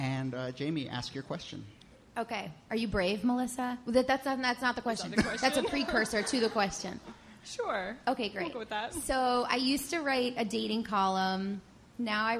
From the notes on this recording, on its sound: Ask Roulette is a conversation series in which strangers ask each other questions on stage. From our July show at Housing Works Bookstore in New York City.